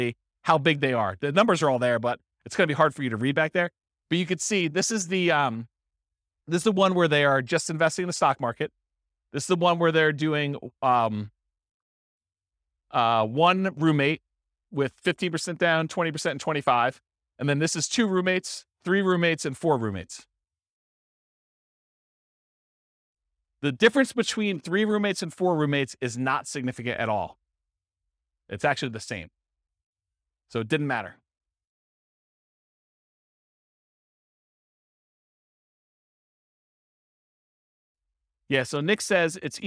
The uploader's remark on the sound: This was a live class recorded